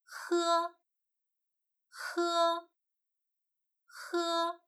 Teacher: 舌头的根部要靠近软腭，留一条缝隙让气流出来，嘴巴微微张开 · Term: h